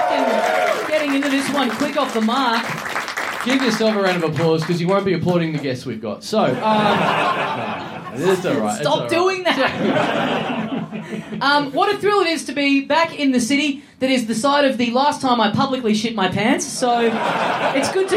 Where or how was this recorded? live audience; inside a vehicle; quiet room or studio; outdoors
live audience